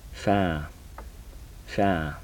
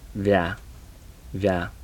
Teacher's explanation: These are the labial dental fricatives.